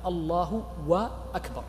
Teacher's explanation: من صور إشباع الحركة كذلك، وهو إشباع الضم على لفظ الجلالة، وهذا كثيرا ما يخطئ فيه المؤذنون، فإن الأذان في التكبير يقول المرء الله أكبر، فبعض الناس يشبع هذه الضمة حتى تكون واوا